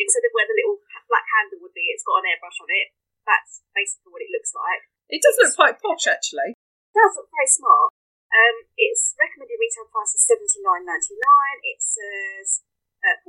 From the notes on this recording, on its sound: Our second podcast recorded in isolation. We seem to be getting to grips with the sound levels while recording in different homes, hurrah!